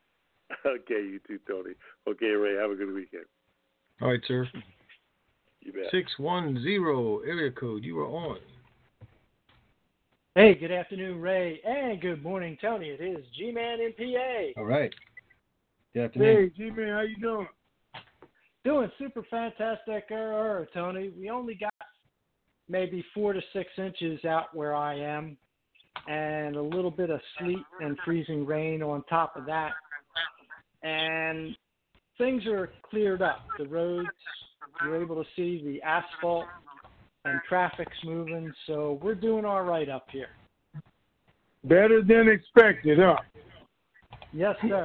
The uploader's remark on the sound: TNTSuperfantastic Conference Call